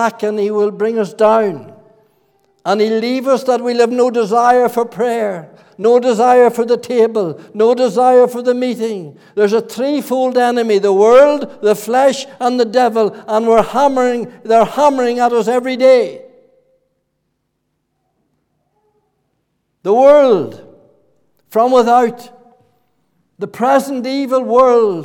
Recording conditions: large echoing room